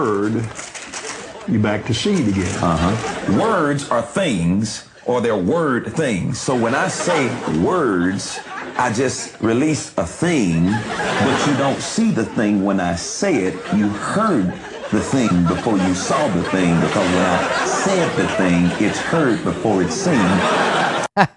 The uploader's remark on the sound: With a live studio audience